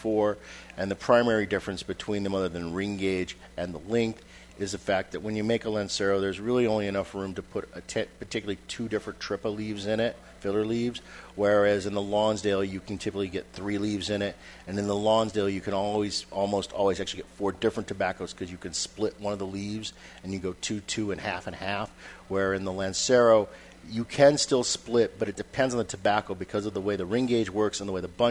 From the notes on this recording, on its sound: live from Two Guys Smoke Shop in Salem, NH